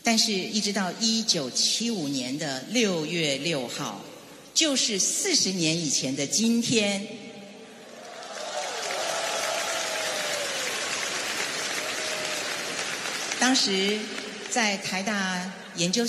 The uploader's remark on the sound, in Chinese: 纪念民歌40年演唱会录音